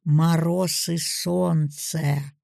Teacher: Первый вариант – продолжение. Голосовой повтор высоты.